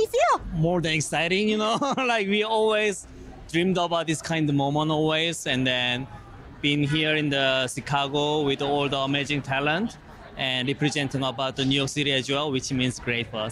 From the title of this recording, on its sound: “On the Road” at the 2023 James Beard Awards in Chicago